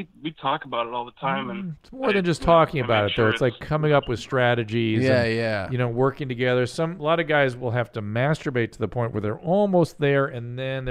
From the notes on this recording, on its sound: We just started taking live calls and speaking with listeners. We then take some live calls.